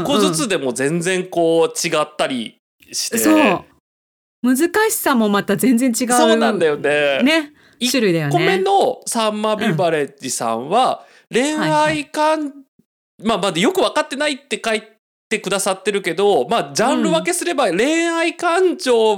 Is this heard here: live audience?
no